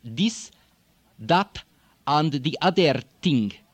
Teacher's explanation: THs are going to become D's and T's.